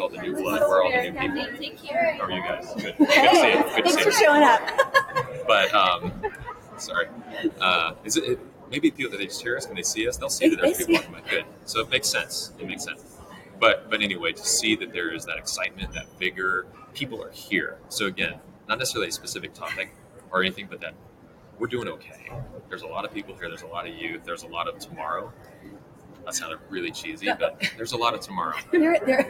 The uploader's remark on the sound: LIVE from Engage. Live at the SIIA 2022 Engage Conference.